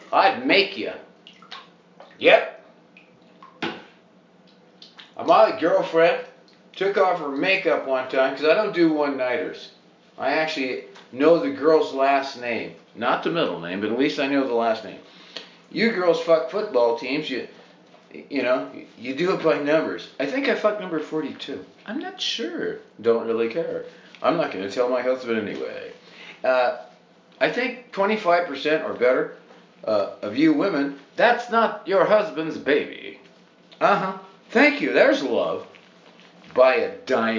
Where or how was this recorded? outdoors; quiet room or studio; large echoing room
large echoing room